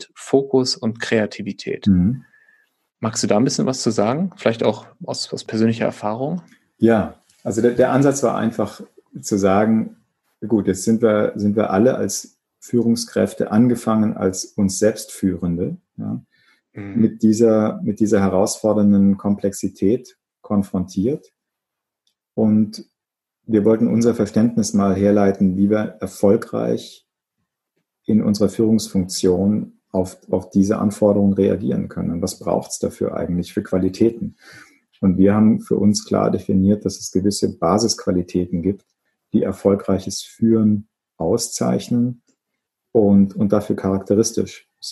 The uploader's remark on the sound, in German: Für diese Folge habe ich mich zum Zoom Call.